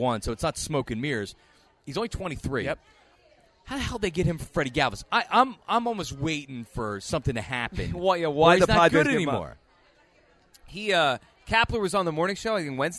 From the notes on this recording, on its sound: live from the AT&T Store in Philly